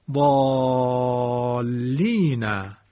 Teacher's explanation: این لام مشدد باعث مد الف ضالین می شود